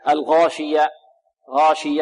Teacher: الهاء هذه حرف خفي كما قلنا سابقا فلابد من إيضاحها